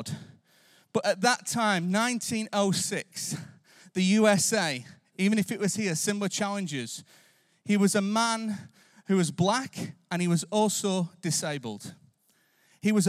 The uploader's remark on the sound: Recorded live at Life Church Lancashire.